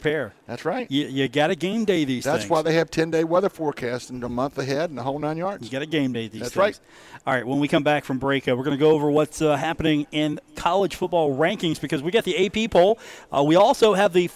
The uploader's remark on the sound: from The Union Pub and Grill in Huntington, West Virginia.